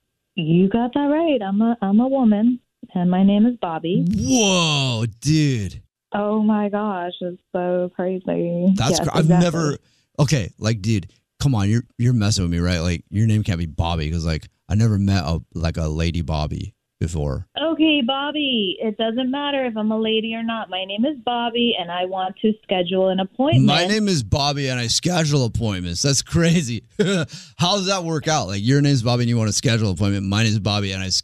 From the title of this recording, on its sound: Phone Prank